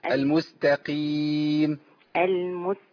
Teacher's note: القاف هنا عندي مكسورة ضعيفة